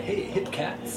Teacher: you add a little bit of a vocal fry to your radio voice